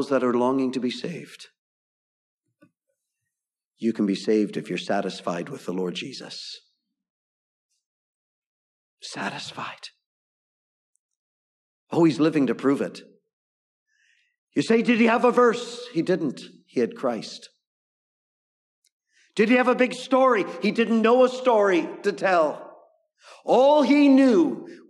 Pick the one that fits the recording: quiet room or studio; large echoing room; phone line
large echoing room